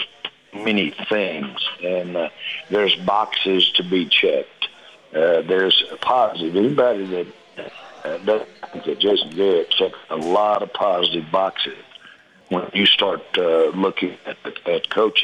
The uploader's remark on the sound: LIVE from Barrel & Bones in The Colony for Whiskey Wednesday!